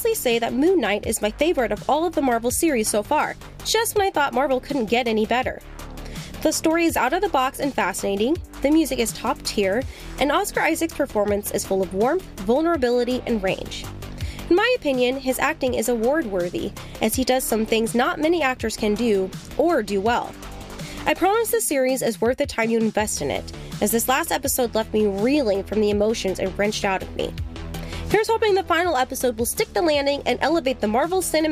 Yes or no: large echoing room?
no